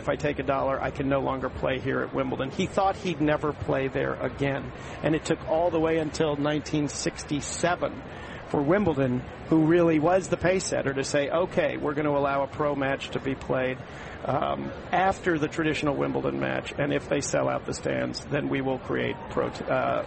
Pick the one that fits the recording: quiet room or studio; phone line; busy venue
busy venue